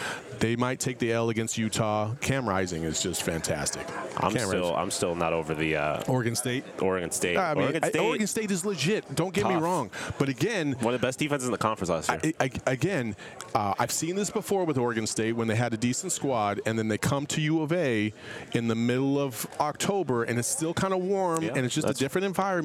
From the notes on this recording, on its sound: At Pac-12 Media Day and we are LIVE from Las Vegas at Resorts World.